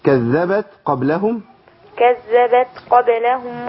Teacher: بس عايزين همس في التاء عشان تبان